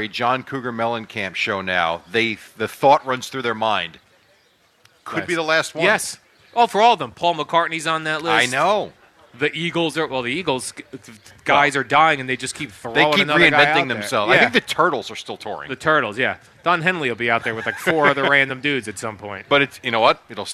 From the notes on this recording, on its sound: Kicking off summer live from D'Jais in Belmar.